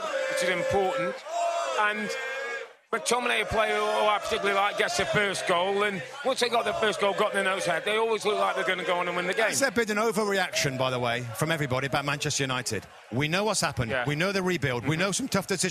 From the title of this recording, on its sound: Live from the Premier League Mornings Fan Fest in Austin!